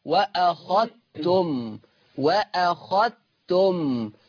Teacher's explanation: عندنا ايه تاني، عندنا كلمة وأخذتم، وأنا متفق معاكم أن ورش عن نافع يضغم الذال الساكنة في التاء المتحركة فتقرأ هكذا وأخذتم، وأخذتم.